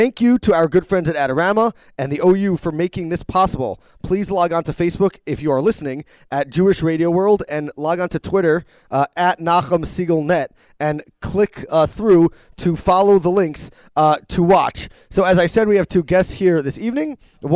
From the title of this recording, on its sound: Live from the OU- Table Tennis Tournament